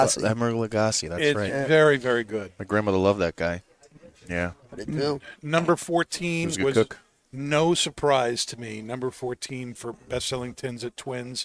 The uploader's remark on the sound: Recorded live from the 7-20-4 Lounge!